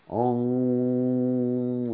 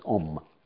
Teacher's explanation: And actually, the way to properly pronounce Om is Om, like that. And so, it's not just Om, like we do in English. It's a nasal Om. · Shown in: first take